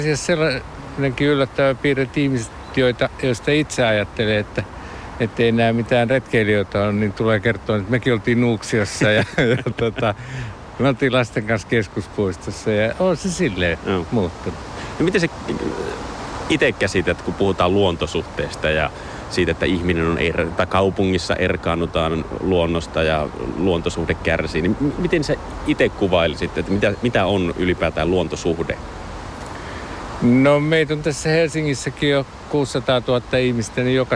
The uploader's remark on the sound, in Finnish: Puheen Aamu otti osaa Ylen Mennään metsään -kampanjaan ja lähti tekemään lähetystään Maunulan majalta Helsingin Keskuspuiston kupeesta.